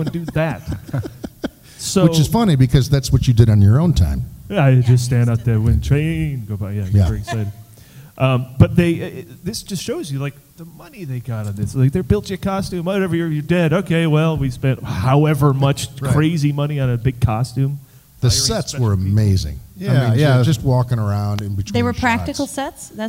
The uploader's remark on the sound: Live at WhedonCon 2017